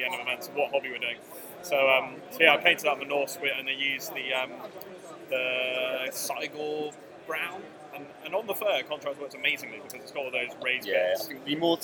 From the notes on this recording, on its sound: LIVE from the LGT. LIVE from the venue.